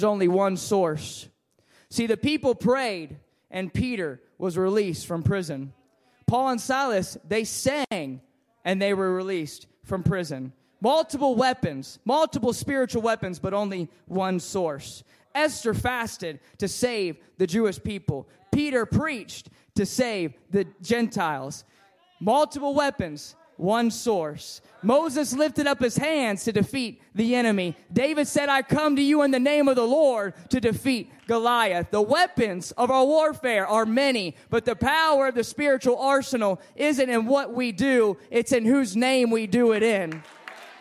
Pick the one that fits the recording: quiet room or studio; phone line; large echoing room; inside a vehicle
large echoing room